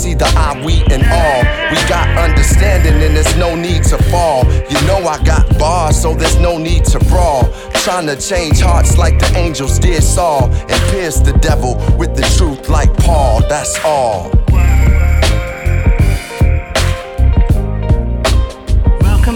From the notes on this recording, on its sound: Live at Highbury Hall. Set at ‘DDC & Hare & Hounds presents’. At Highbury Hall Moseley, Birmingham.